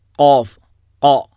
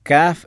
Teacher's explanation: ഖാ എന്ന് പറയുമ്പോൾ തന്നെ അത് നാവ് മുകളിലേക്ക് ഉയരുന്നുണ്ട് · Shown in: first take